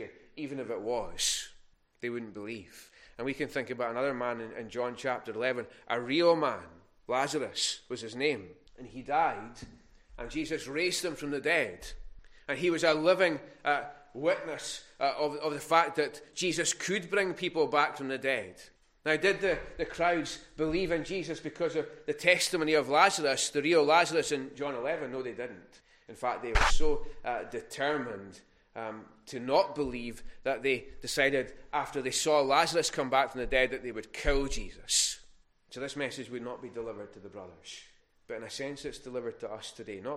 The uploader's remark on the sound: Recorded at North Harris Free Church Sunday morning.